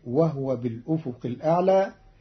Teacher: قرأ قالون كلمة وهو بالأفق الأعلى بإسكان الهاء، فتصير وهو بالأفق الأعلى، والضم والإسكان في لغة العرب.